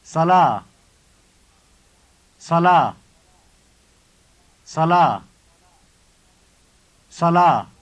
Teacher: Listen to it and notice how the word ends in the long vowel sound ah